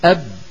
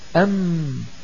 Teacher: أب أم، فأب صوت شديد، بينما أم صوت بين الرخو والشديد. أب صوت لا غنة فيه، أم صوت فيه غنة